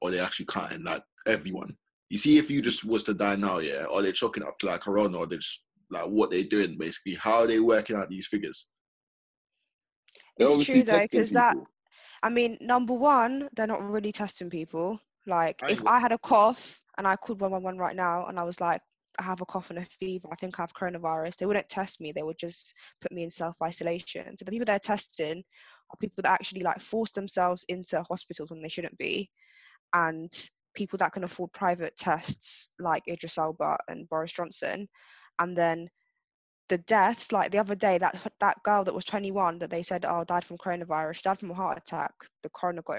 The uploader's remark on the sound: Had recorded this episode in self-isolation. Home on a video conference call.